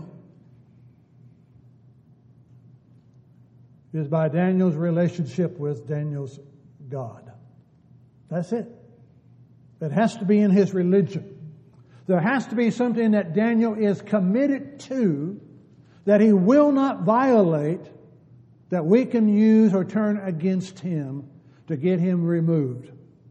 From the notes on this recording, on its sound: Downtown Church Of Christ Audio Sermon